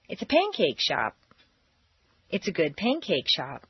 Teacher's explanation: When you continue to modify a set phrase, you maintain the original intonation pattern and simply add an unstressed modifier